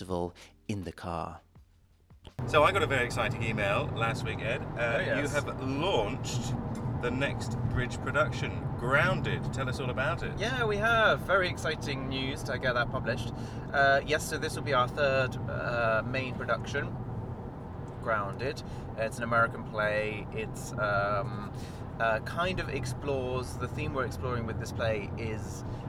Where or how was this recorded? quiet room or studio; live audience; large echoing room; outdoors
outdoors